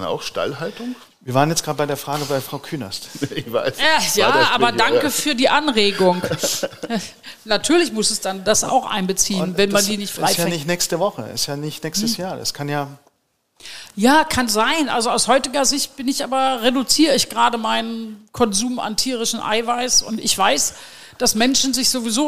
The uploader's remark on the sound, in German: Den wir live beim Food Innovation Camp vor Publikum aufgezeichnet haben.